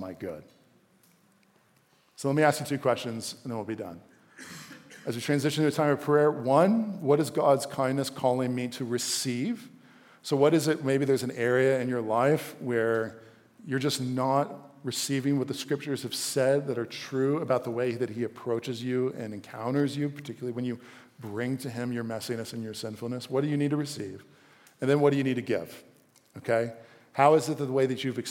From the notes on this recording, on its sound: a live recorded sermon from the Sunday gathering at The Heights Church Denver